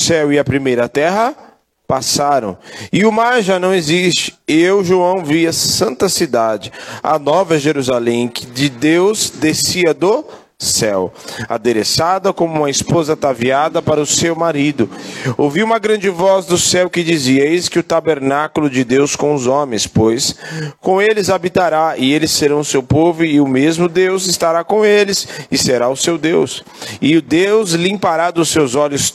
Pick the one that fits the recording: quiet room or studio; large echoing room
large echoing room